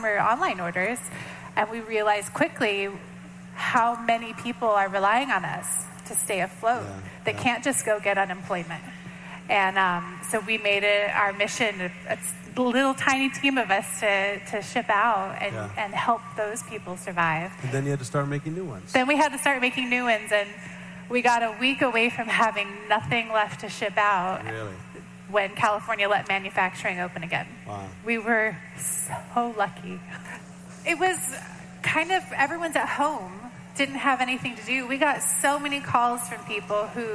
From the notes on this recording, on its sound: Audio recorded on-location at the Summer NAMM Show in Nashville. Guests that he welcomed on-stage during the opening session.